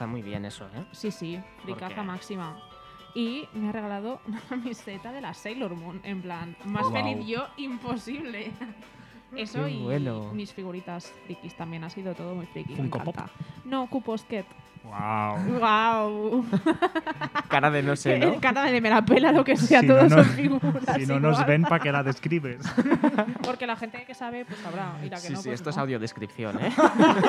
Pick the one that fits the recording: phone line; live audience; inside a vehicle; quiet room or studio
live audience